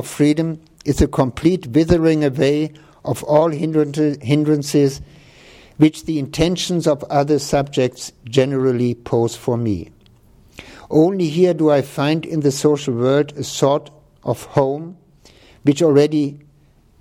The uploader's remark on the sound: This talk, the Dewey Lecture in Law and Philosophy, was recorded on November 12, 2014.